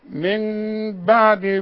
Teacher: وبعدين بقول له يعني اقول مم، يقول لي بس دي نص ميم مش ميم كامله، يبقى انا مش هضم شفايفي، هخلي الشفايف تخاصم بعض ونقول ايه من بعد، يبقى بقلب النون. العلماء بيسموها اقلاب، اقلب النون لميم واخفيها بالشفايف وغنها